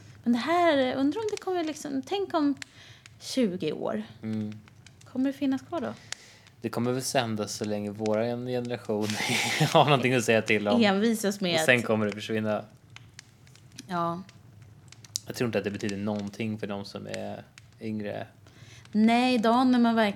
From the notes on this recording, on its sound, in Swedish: Brasan knastrar i bakgrunden